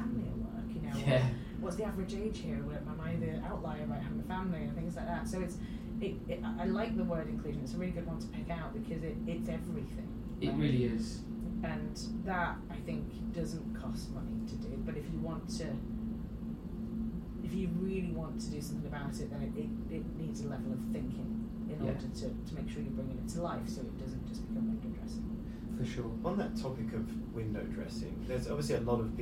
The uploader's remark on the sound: We had a mic issue during the filming of this episode so please excuse the audio quality.